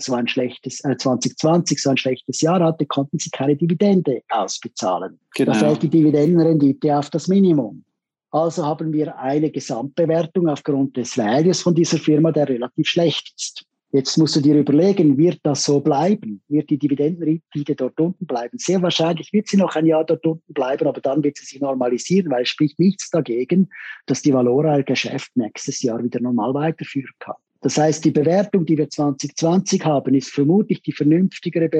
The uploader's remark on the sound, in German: im wöchentlichen Zoom-Call